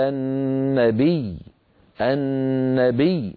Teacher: فنضغط على صوت الياء، ولا نقول على النبي، لا نمدها مدا طبيعيا هكذا